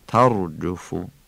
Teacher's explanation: ری ترجفو چون ساکن قبلش فتحه است بنابراین درشت تلفظ میشه · Term: تفخیم